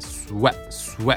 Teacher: ストレスはこのね、ウェのところだね。唇しっかりすぼめてね